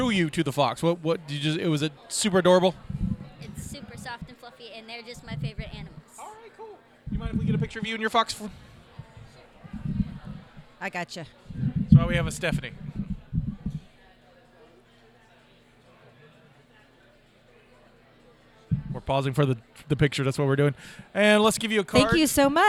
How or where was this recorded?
busy venue